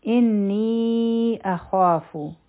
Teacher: نون مشدد دی غنه بکو او دا منفصل مد دی، څلور حرکه به یې راکاږو. خا دوه حرکه غټ حرف دی او دوه حرکه به یې راکاږو.